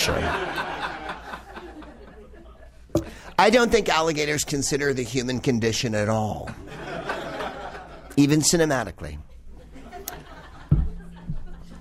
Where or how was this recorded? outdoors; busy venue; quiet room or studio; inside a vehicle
busy venue